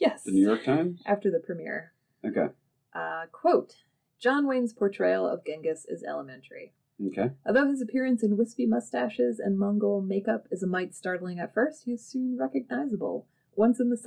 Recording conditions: poor sound quality